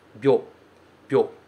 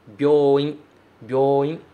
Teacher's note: Esse bio precisa ser pronunciado assim, com esse Y bem breve, bem rapidinho